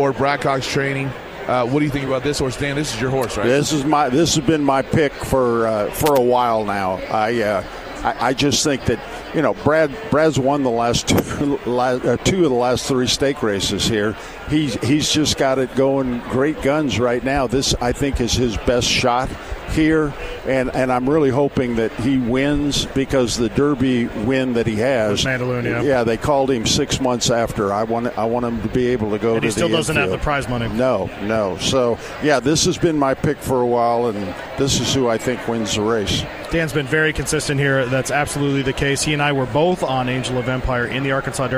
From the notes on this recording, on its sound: live from Churchill Downs